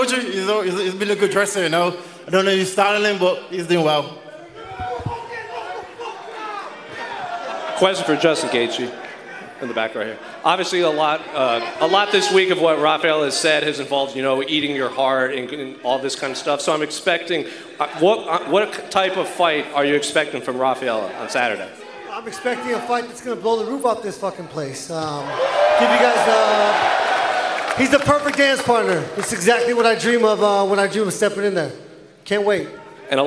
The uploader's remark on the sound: Pre-Fight Press Conference